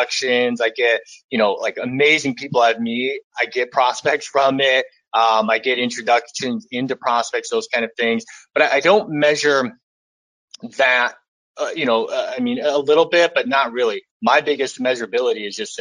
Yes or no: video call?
yes